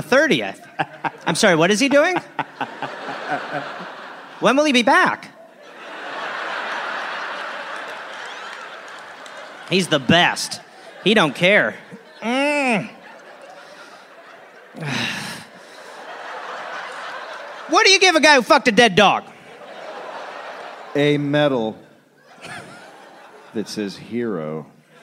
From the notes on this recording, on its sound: Recorded live in Chicago.